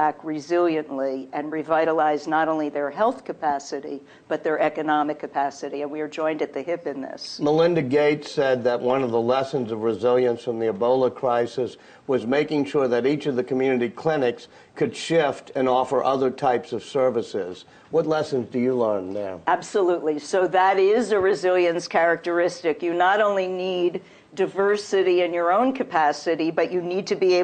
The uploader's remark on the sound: Was recorded live at the Institute's Alma and Joseph Gildenhorn Book Series.